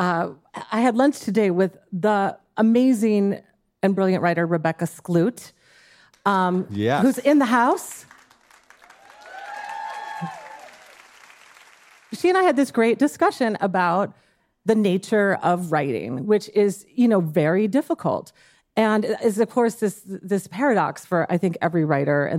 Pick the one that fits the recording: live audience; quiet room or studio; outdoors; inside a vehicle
live audience